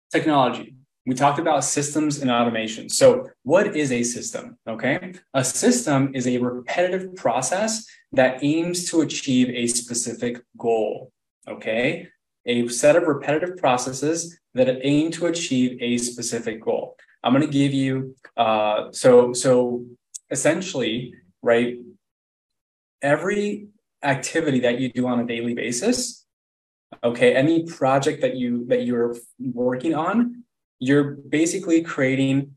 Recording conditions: video call